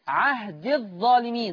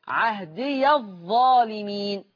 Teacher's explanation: ورش يقرأ وصلا بفتح الياء · Shown in: second take · يعني وحفص بيحذف الياء في الوصل، ورش يفتح الياء عهدي الظالمين، قال لا ينال عهدي الظالمين في الآية 124.